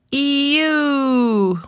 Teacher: Children also transition from E to oo and say ew when something is icky.